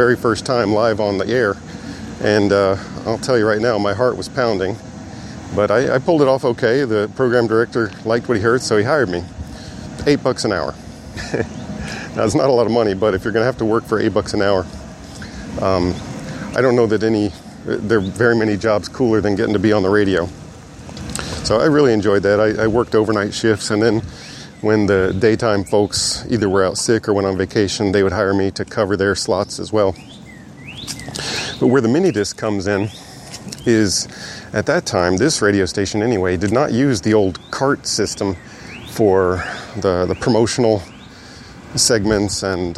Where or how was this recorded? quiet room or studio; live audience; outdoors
outdoors